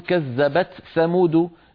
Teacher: قبيلة تقول كذبت ثمود بإظهار التاء عند الثاء